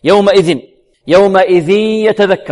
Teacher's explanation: تنوين بعده ياء إدغام بغنة